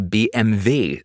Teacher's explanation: When you say BMW in English, it sounds like BMW, but in German, they say BMW. So the W is pronounced as a V.